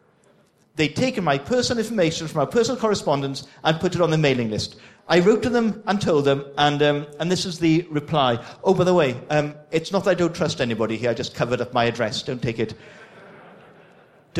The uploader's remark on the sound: excerpt from the opening keynote from the AusCERT conference